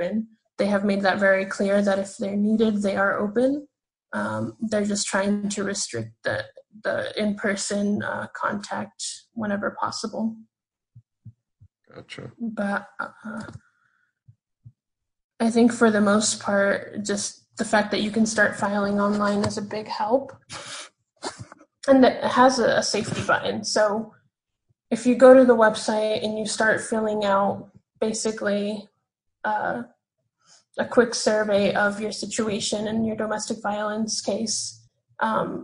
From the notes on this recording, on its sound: sitting down over Zoom